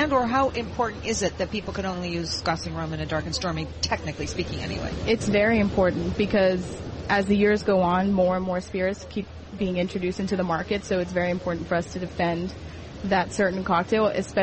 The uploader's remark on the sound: Broadcasting live from Elbow Beach Bermuda.